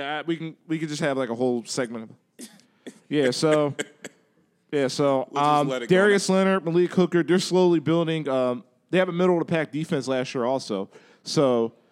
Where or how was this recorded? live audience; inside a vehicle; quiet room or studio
live audience